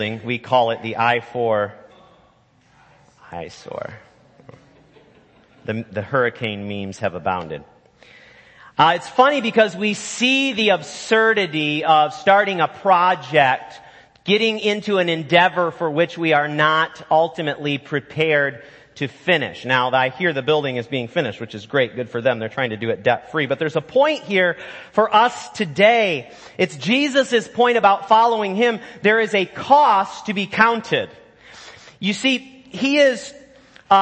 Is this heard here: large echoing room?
yes